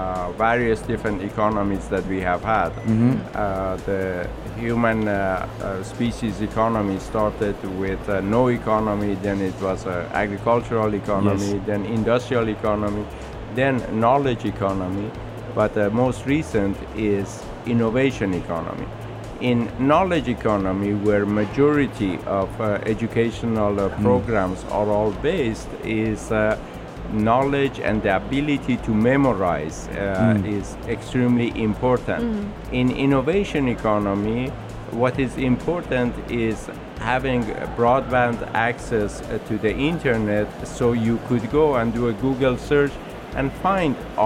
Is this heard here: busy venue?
yes